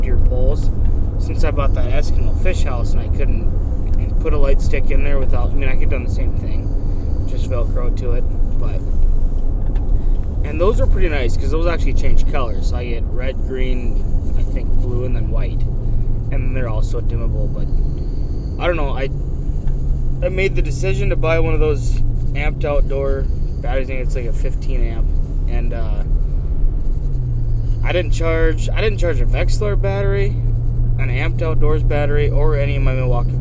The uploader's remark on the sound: POSSIBLE POOR AUDIO QUALITY **** Another in the truck episode. This is a spontaneous episode.